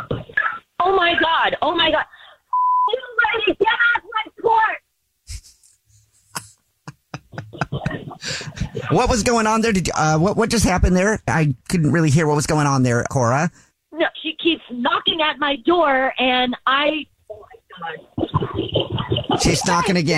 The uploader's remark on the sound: Called into the show to prank his girlfriend.